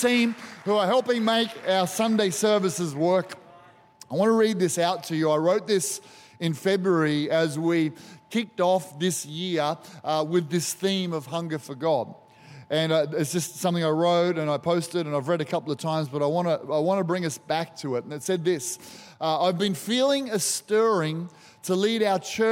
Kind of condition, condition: setting, large echoing room